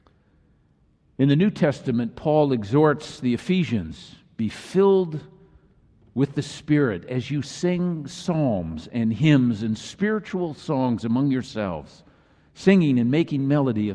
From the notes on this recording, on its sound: Message delivered during the Traditional Worship service in celebration of Choir Recognition Sunday.